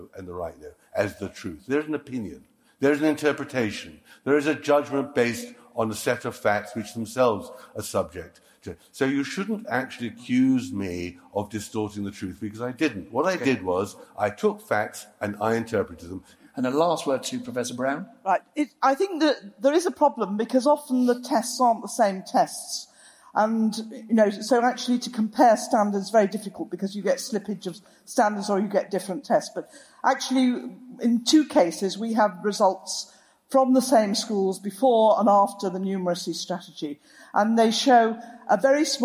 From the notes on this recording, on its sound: This episode features a live event which Intelligence Squared hosted in London in March 2016